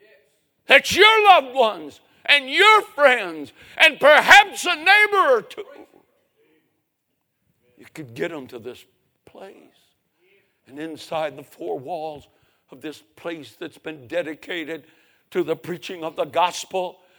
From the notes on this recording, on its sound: 2023 Spring Revival. A sermon preached Monday Evening.